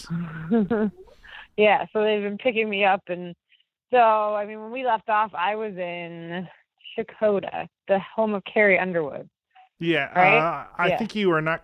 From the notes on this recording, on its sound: a couple of kids jump into the phone call